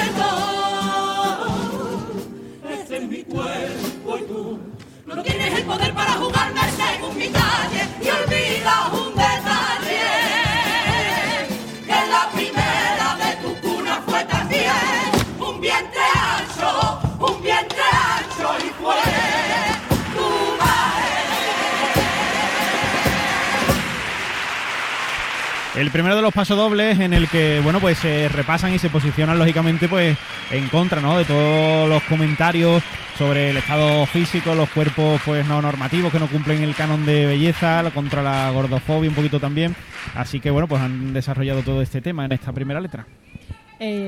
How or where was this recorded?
live audience